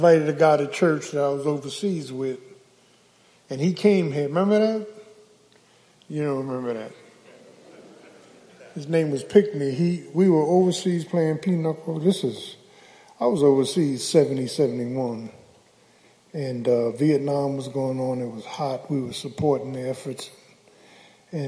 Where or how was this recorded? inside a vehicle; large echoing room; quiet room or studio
large echoing room